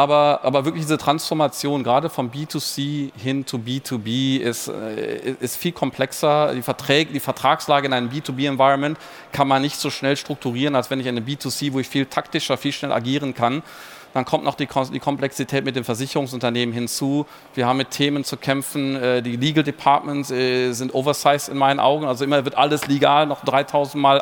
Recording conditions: busy venue